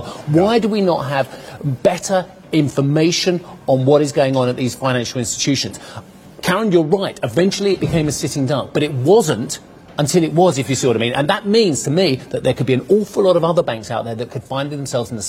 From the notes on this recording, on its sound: We are live at the WEF Growth Forum in Geneva.